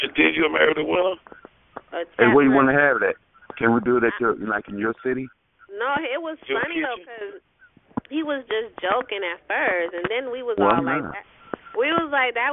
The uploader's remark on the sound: Conference Call